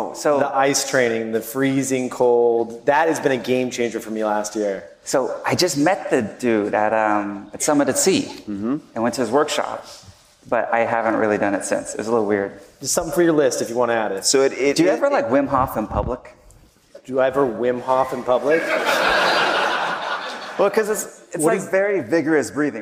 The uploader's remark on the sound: My first live podcast in New York City was recorded at the 92nd Street Y to a sold-out crowd of about 900 people. This episode comes from The Random Show segment of the evening.